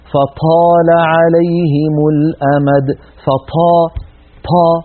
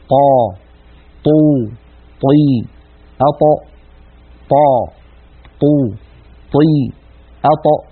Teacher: لا، إنك لن تستطيع طيع مع هذا الهواء المتدفق، هذا لحن وهذا خطأ. الطاء الفصيحة مجهورة، يعني لا يجري معها النفس، لا بد من حبس نفسها · Shown in: second take